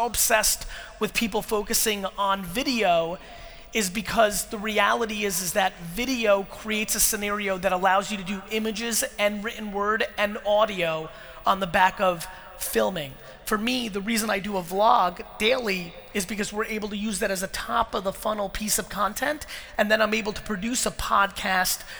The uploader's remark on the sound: Melbourne 2018 Keynote